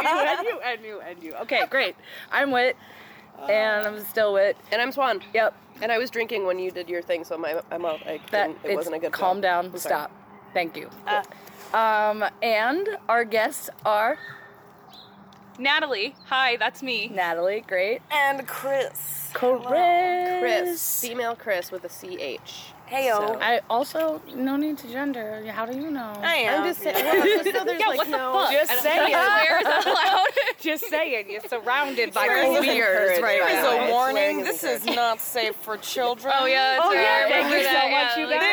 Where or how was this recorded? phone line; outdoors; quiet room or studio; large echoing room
outdoors